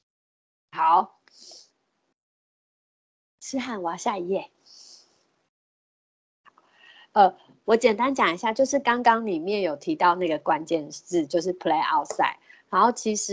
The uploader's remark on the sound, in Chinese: 此為線上課程錄音檔